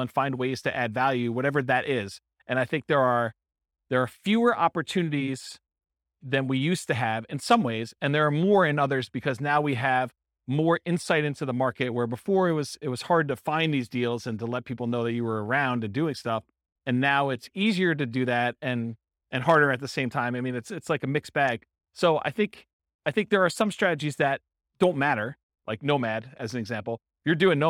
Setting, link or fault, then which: setting, live audience